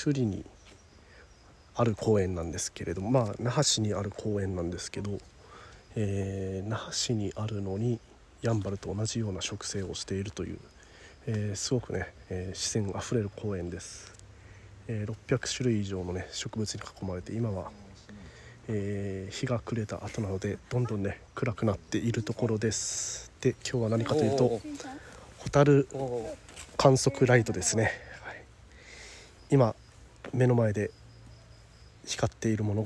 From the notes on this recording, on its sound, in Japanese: ホタル観測ライドを先週日曜日に行った際の音声を公開したいと思います。